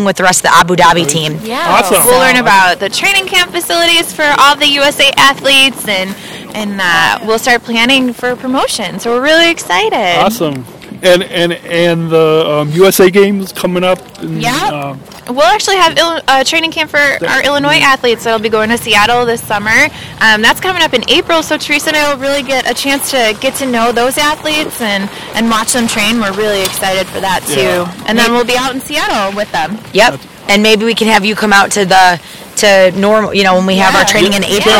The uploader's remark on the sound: 2018 Winter Games LIVE From Galena, IL